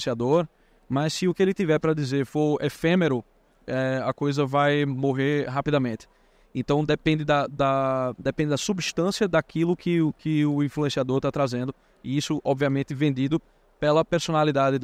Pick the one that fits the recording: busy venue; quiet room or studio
busy venue